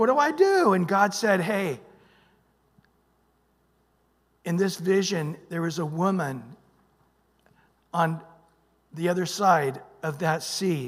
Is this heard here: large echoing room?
yes